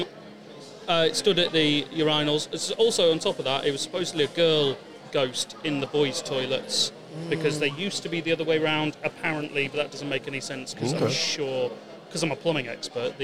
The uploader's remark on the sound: In this episode we are recording live from SciFi Scarborough, and we invited guests to come and share their personal experiences with the supernatural with us.